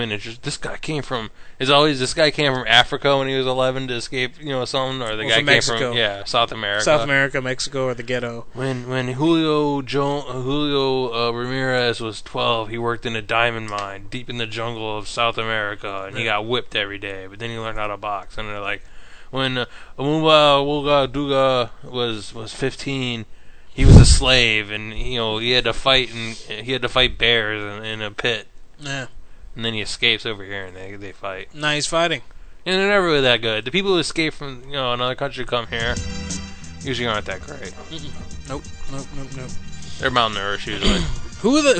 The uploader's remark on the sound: Personal Prank Phone Calls Collection